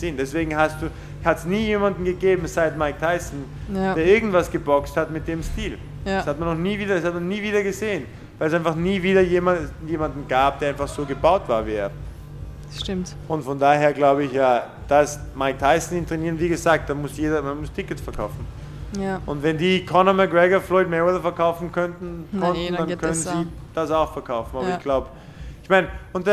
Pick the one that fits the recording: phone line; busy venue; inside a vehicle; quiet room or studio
busy venue